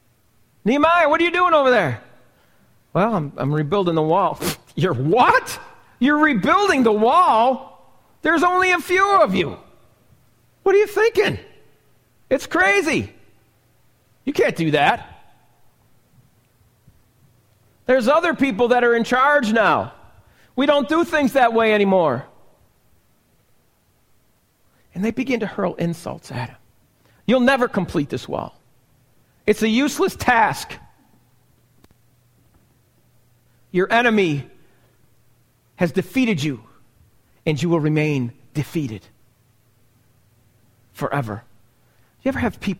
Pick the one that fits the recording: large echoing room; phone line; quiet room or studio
large echoing room